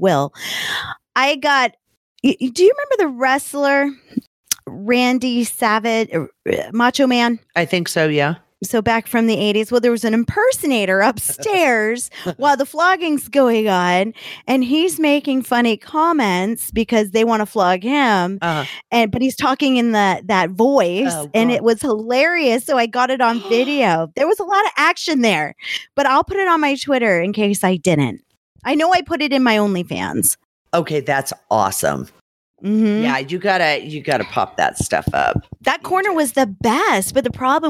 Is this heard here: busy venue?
no